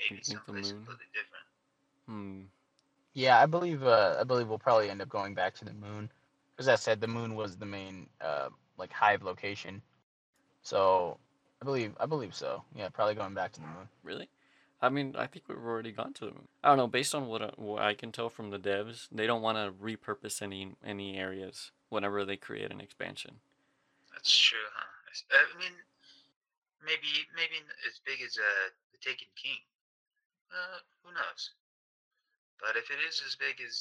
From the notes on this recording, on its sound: The Snow Is Freezing My Internet. As we encounter technical difficulties, one after another.